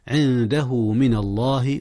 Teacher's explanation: أخفي النون قبل الدال، والدال من حروف الإخفاء